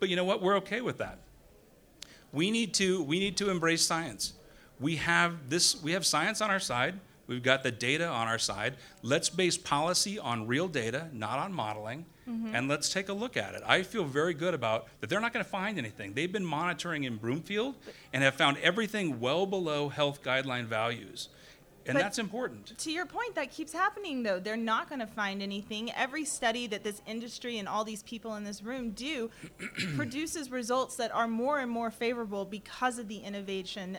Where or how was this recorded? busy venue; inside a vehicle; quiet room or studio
busy venue